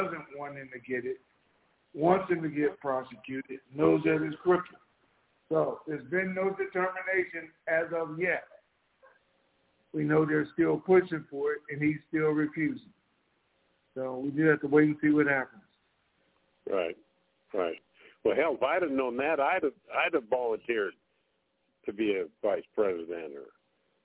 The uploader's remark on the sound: TNTSuperfantastic Conference Call